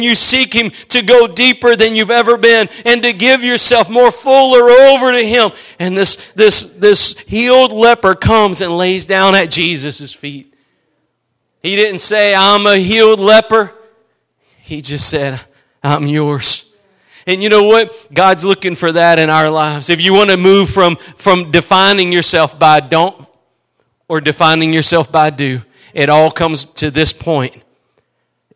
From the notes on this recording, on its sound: Preached at Gospel Lighthouse in Bossier City, La.